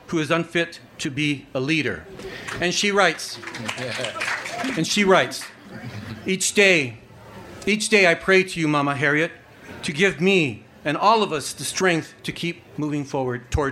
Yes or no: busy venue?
yes